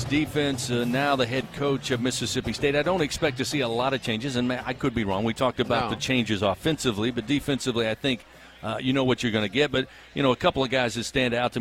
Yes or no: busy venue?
yes